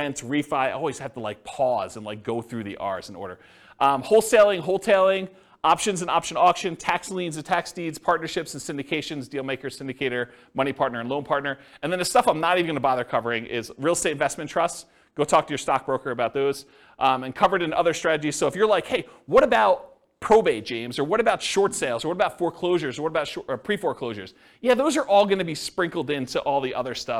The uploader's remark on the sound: This was a live class recorded